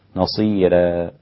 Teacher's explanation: ترقيق الراء في نصيرا للإمام ورش عن نافع، نصيرا هكذا.